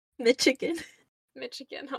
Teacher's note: We don't pronounce the CH. We say it as a sh sound.